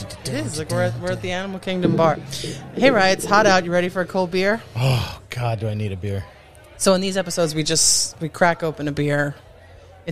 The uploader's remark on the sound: Live From The CucumBAR!